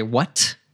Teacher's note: But when you do it in English, the mistake a lot of learners will make is they'll say what, and with this really plosive, really strong T at the end